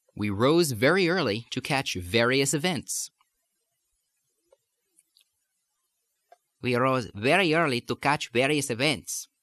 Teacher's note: It's almost as if the V sounds like it's migrating toward the B and the B sounds like it's migrating toward the V.